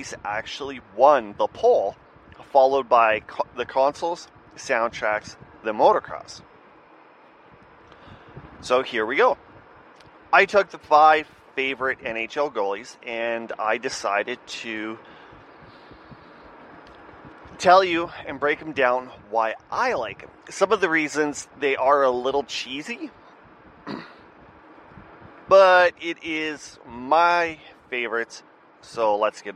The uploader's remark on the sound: Audio has been improved. I admit my air conditioning in my van made it a little annoying to listen.